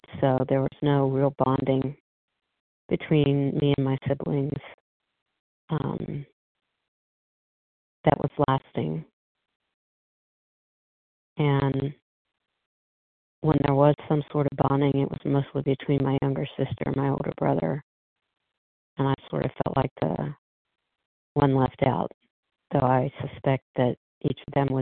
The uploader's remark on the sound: 100 Pounders Phone Meeting